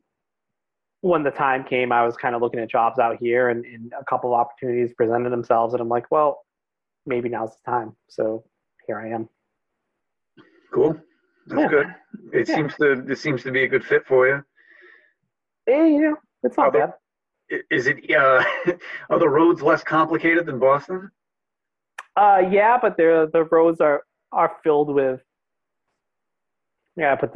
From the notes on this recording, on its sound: We talked via Zoom